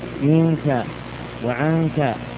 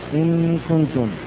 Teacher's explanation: حرفا من حروف الفم فإنها تنفر إلى الخياشيم. تقول منك وعنك، فإن النون هنا لا تلامس طرف اللسان وإنما تتحول إلى غنة تكون من الخيشوم · Shown in: first take · Term: الإخفاء